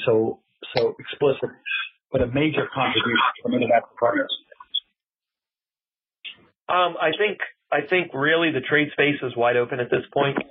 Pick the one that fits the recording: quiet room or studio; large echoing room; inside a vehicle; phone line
phone line